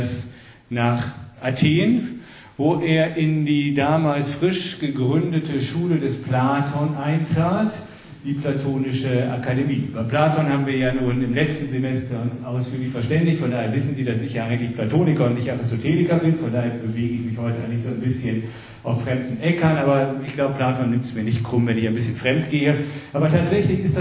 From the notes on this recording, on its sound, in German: Die Aufnahmen sind Livemitschnitte seiner Vorträge im Kanzlerpalais in Fulda aus dem Jahr 2015.